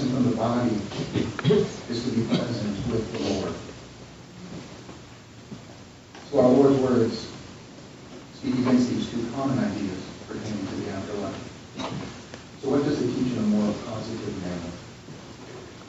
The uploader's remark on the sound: delivered this message at the Good Friday service of First United Presbyterian Church in Queens Village